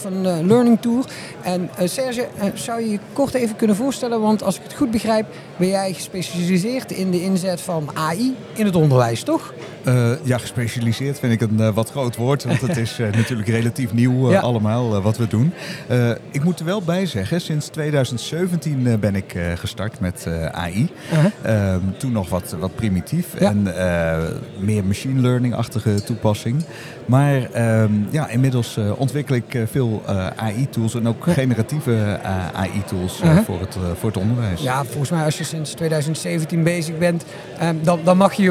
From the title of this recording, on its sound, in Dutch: Live vanaf de SURF onderwijsdagen